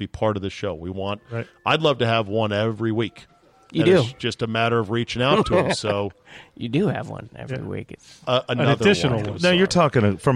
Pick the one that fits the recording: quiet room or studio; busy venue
busy venue